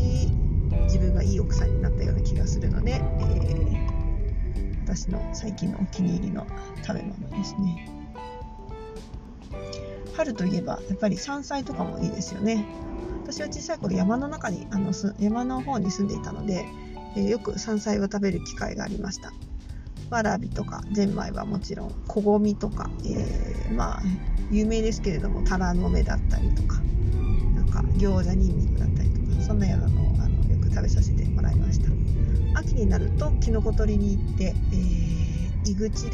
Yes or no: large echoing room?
no